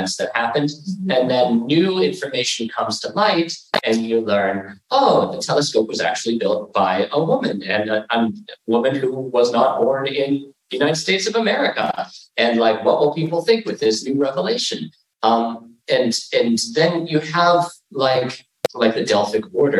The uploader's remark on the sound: We're so excited to share this live recording of one of our talks at the 2022 University of Pittsburgh Queer Horror Week! This talk was recorded live in a classroom- so the audio is a little rougher than our usual fare.